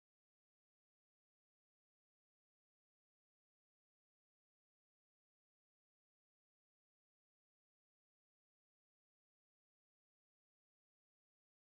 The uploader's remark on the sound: Jumuah Lecture at Avondale Musalla